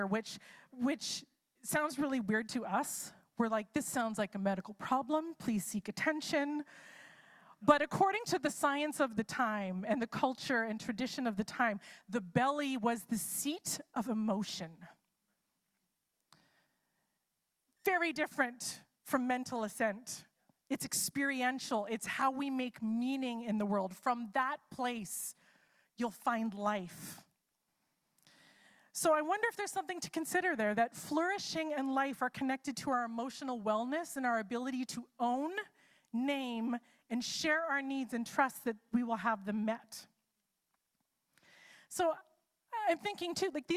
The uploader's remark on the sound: It's a LIVE service!